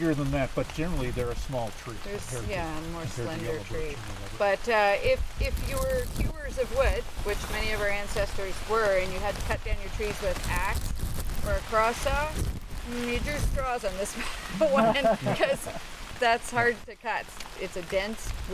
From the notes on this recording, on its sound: Glimpse a rainy forest walk at the proposed Goldsmith Lake wilderness areas. Get a small taste of some music at the festival!